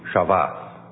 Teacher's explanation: The S is a sh, so it starts with sh, and the B's are pronounced as V's in some pronunciation, so it would be Shabbat.